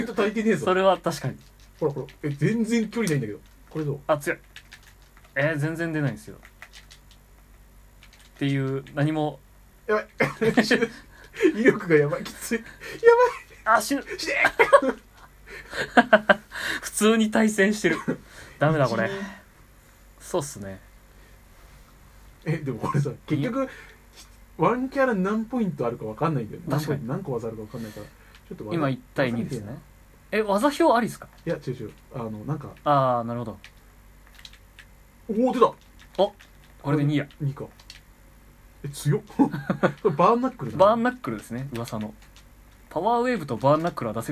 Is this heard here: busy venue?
no